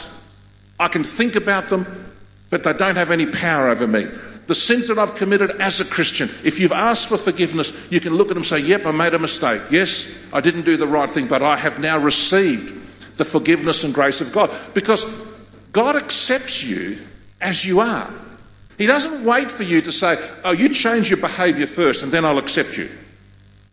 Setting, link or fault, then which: setting, large echoing room